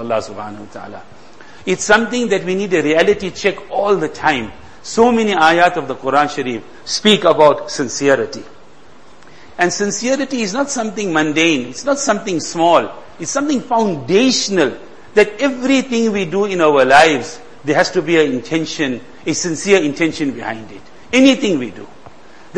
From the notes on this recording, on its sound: Jumuah lecture